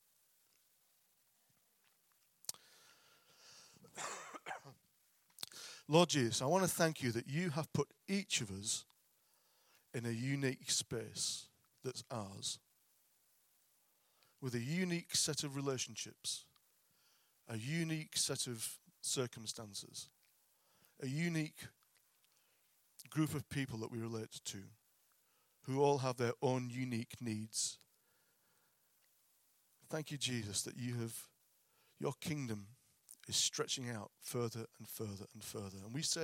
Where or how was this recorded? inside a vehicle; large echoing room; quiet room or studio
large echoing room